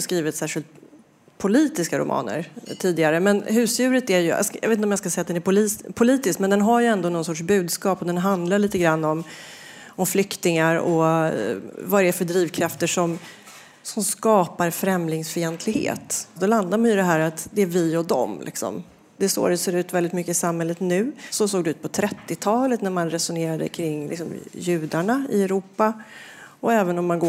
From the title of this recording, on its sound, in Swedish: liveinspelning i Brasseriet